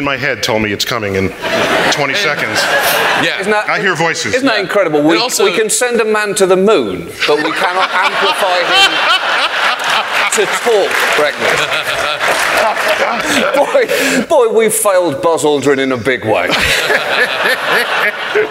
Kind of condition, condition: setting, live audience